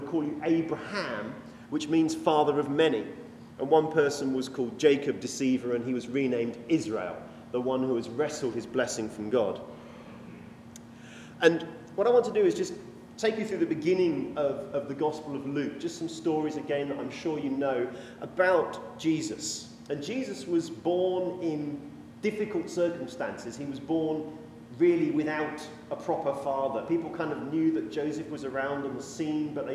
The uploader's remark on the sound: This sermon was preached when we were invited to speak at a 'mental health sunday' at a fairly traditional anglican church in yorkshire.